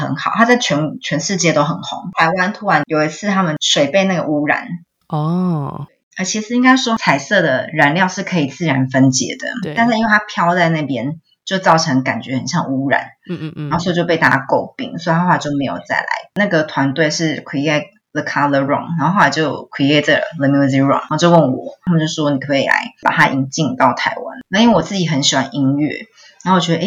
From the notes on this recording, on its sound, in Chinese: 本集訪問有點現場環境音，還請見諒